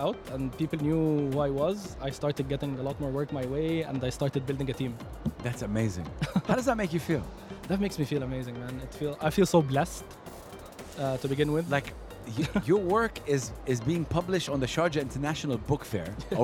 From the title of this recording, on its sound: Live from SIBF 2023